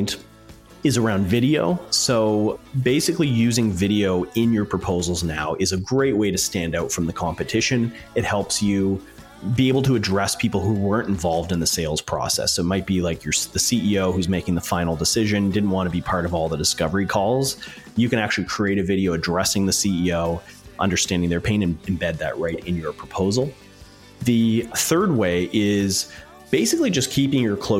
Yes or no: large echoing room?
no